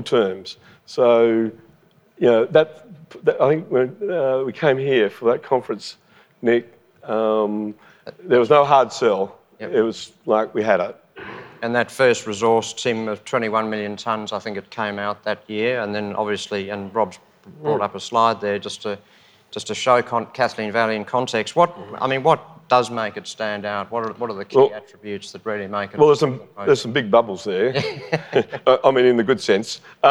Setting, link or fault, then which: setting, live audience